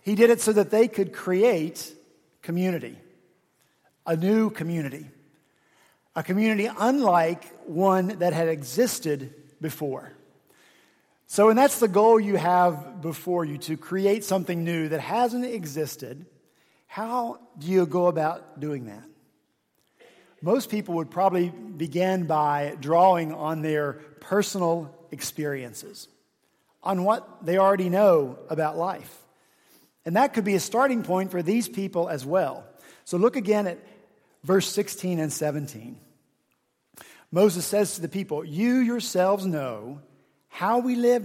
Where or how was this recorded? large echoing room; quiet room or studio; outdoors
large echoing room